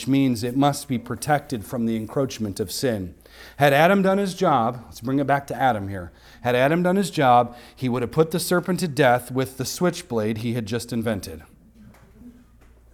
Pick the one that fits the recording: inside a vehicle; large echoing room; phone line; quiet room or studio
large echoing room